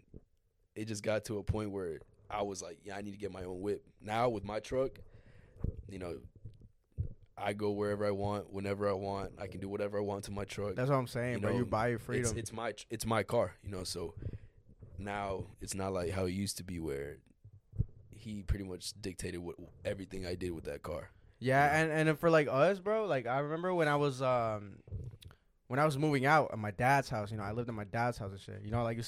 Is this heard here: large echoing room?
no